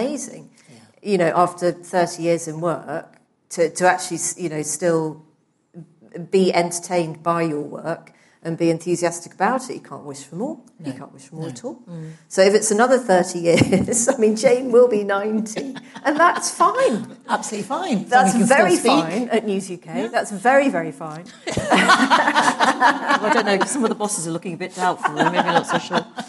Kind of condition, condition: setting, live audience